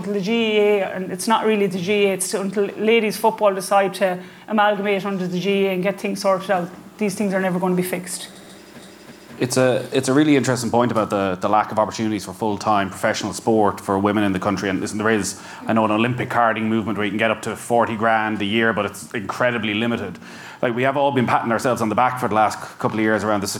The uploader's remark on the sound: live in Galway